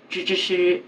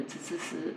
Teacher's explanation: 不发卷舌音，吱吱吱就变成那个滋滋滋 · Shown in: second take